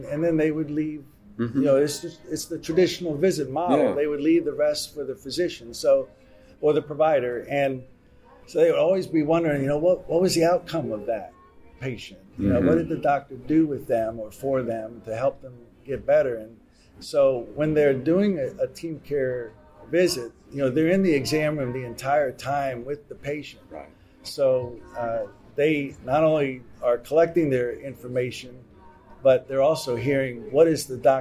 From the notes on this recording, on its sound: MGMA's Live From Orlando podcast series. Outside of the exhibit hall floor in Orlando while attending MGMA's Financial and Operations Conference.